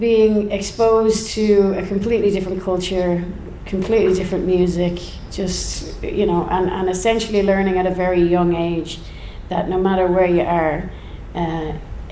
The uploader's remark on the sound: Podcasts in front of a live audience at the National Folk Festival Canberra.